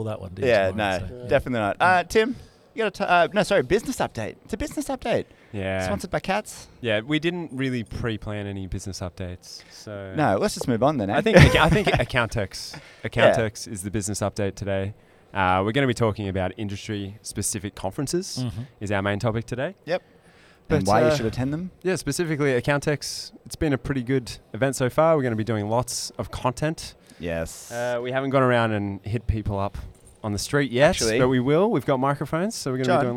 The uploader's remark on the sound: Live From Accountex. We sit down in the caravan of fun.